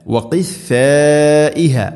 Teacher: ഇവിടെ മദ് മുത്തസിലാണ് നാലോ അഞ്ചോ ഹർക്കത്തിൻ്റെ ഖദറിൽ നിർബന്ധമായിട്ടും നീട്ടണം അതോടൊപ്പം വഖിഫ ഫ ആണ് സീനല്ല വഖിസാഇഹ എന്ന് പറയരുത് വഖിഫ ഫ വഖിഫാഇഹ